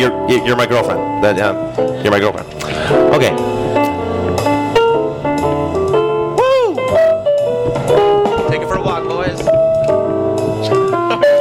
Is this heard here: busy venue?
yes